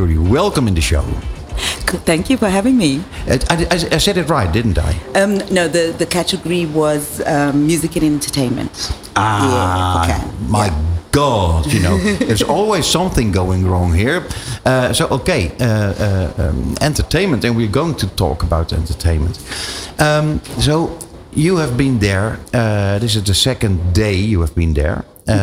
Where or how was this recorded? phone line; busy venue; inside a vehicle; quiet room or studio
busy venue